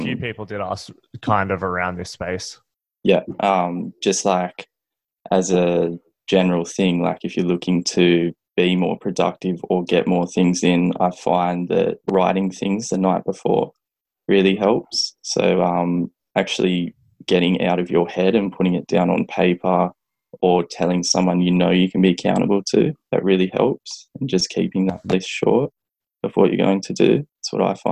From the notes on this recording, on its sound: We got the Newstrength Crew back together to do a podcast episode answering listener questions over zoom.